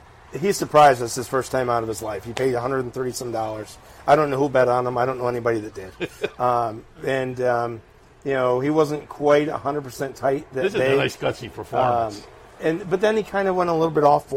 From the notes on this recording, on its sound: live from Saratoga Race Course